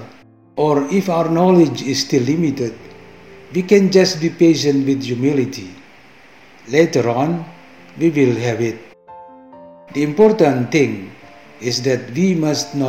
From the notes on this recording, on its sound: From the Church of Santo Yohanes Bosco in Jakarta, Indonesia. From the Church of Santo Yohanes Bosco in Jakarta, Indonesia. From the Salesian Community in Jakarta, Indonesia.